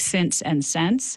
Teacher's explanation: if I move to the South, I might start saying pin and pen more alike, but I probably don't know that the same vowel needs to merge in words like since and sense